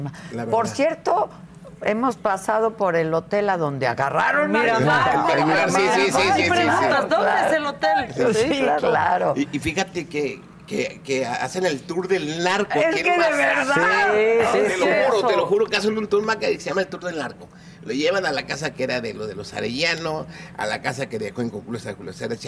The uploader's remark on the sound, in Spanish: Estamos transmitiendo desde el Campo de Golf Encanto Marina, en Mazatlán, Sinaloa, porque el jueves comienza el Carnaval.